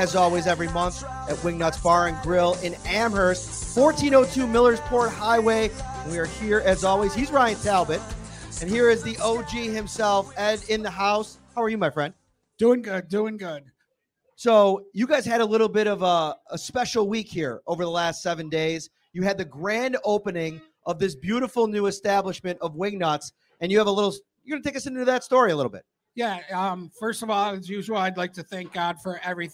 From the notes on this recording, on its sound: Live tonight from Wingnutz Bar & Grill at 1402 Millersport Hwy. In Amherst.